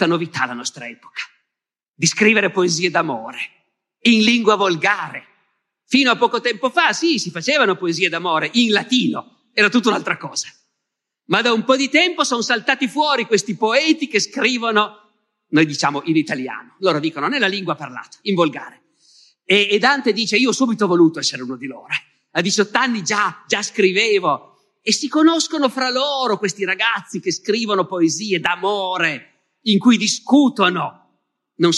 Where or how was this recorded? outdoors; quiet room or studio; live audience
live audience